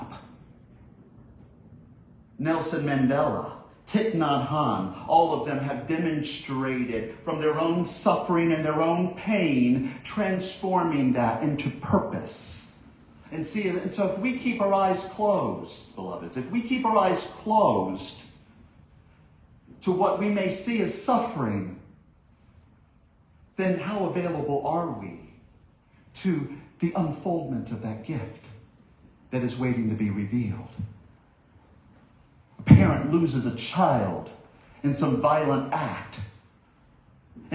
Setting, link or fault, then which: setting, large echoing room